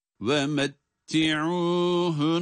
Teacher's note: şiddenin geldiği nun harfi iki defa okunmakta · Term: şeddeli nun